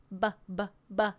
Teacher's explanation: b b b is in the same place as p. You've just added a voice into it